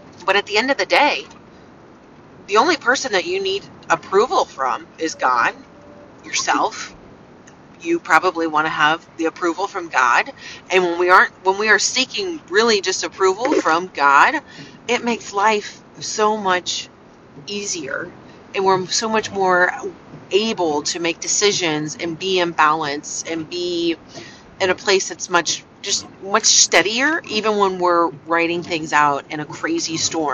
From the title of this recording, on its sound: Thoughts from the car!